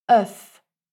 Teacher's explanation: on prononce ce E dans l'eau avec un son de E ouvert